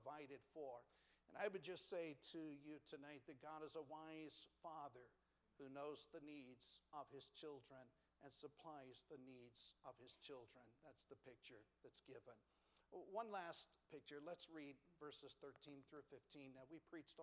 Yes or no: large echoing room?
yes